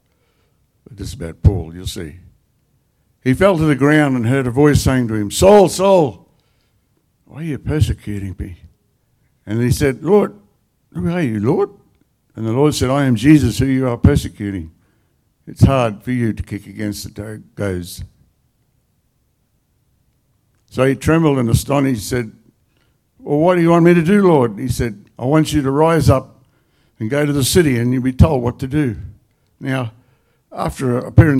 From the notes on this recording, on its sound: The live stream of Destiny Church Atherton.